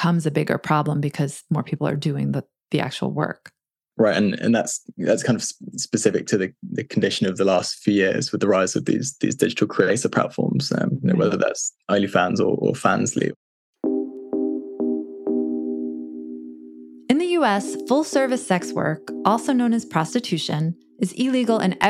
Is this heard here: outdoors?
no